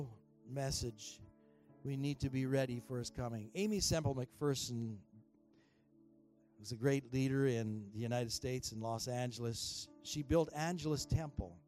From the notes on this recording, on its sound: At THRIVE Church Vancouver, Canada.